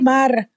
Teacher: But she will say mar instead of mal.